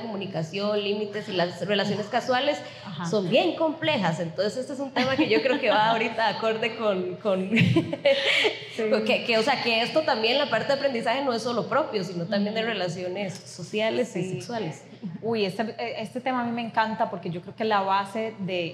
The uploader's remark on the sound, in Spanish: Este fue nuestro primer episodio en vivo desde Eremita Cervecería donde celebramos el Día de la Soltería el 11/11.